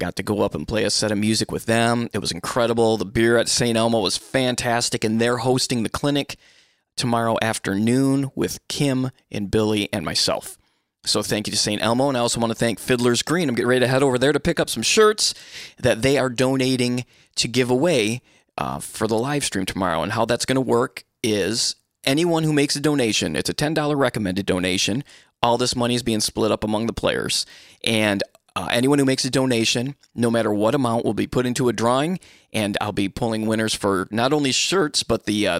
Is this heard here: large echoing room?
no